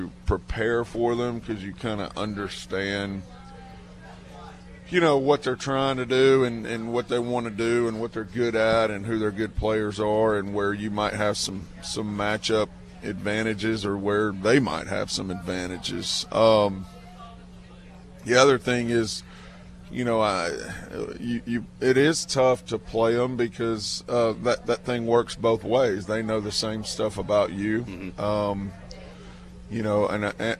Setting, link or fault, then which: setting, busy venue